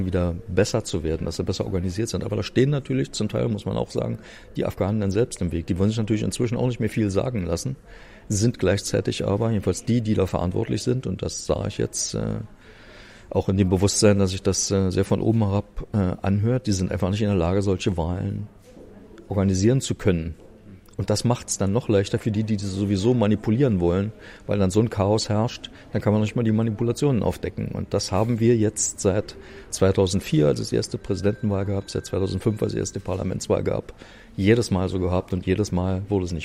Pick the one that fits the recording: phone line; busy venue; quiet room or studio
busy venue